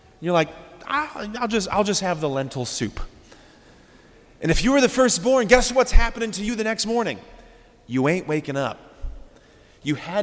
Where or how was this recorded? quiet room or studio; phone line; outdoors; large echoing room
large echoing room